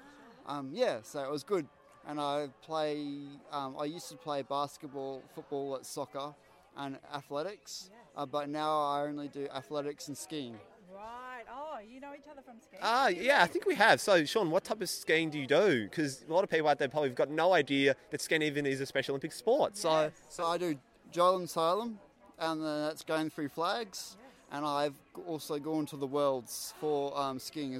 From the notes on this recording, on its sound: Reports from Launceston, Tasmania, at the week-long national sporting competition for athletes with intellectual disabilities. With 750 athletes from all over Australia competing across 10 different sports, 600 volunteers and staff plus family, friends, support workers.